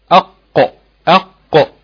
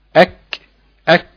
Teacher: شوف بقى اللسان في مخرج القاف بيكون لامس او منطبق او لامس منطقه الى الرخوه فقط لا غير، بينما في مخرج الكاف بيكون بين المنطقتين مع بعض، بين المنطقه الرخوه والمنطقه العضليه. يبقى مخرج القاف اقصى الحلق، ماشي؟ ومخرج الكاف ادنى اقصى الحلق.